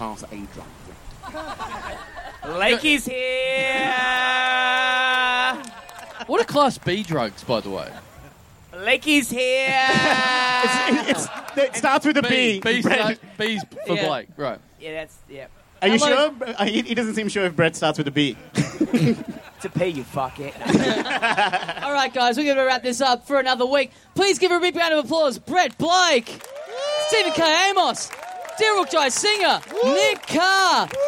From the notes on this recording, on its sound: Enjoy the soothing sounds of waves in the background as you hear us battle our way through more incompetent tech work at the start of the show. SYDNEY! Big live podcast and stand-up show.